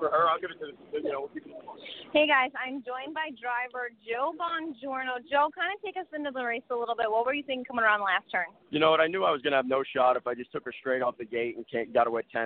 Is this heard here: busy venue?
yes